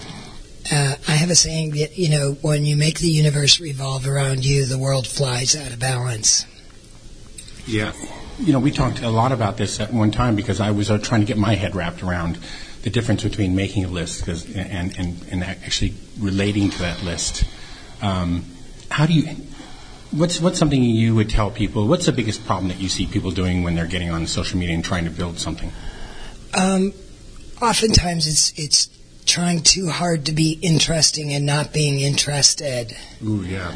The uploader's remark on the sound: Interview at Extreme Leadership Summit